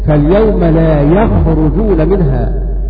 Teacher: قرأوا فاليوم لا يخرجون منها بفتح الياء وضم الراء